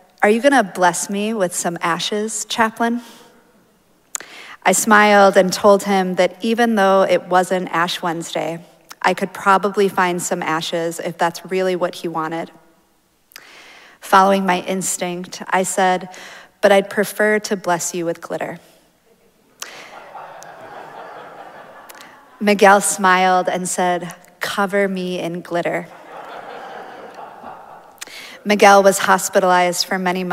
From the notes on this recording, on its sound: Recorded live at Arlington Street Church, Sunday, March 19, 2023.